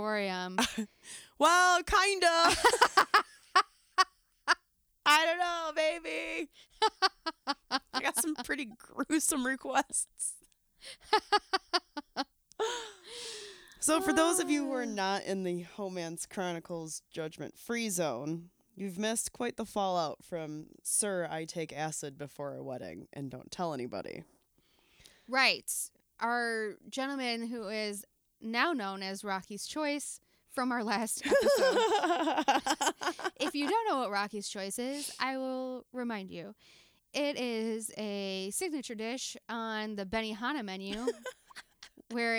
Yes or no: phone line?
no